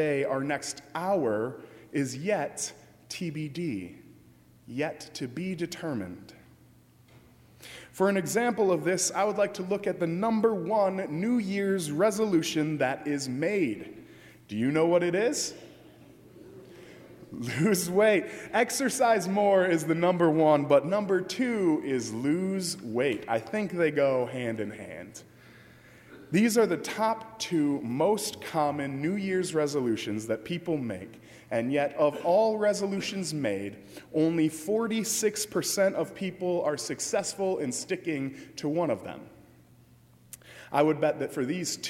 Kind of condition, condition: setting, large echoing room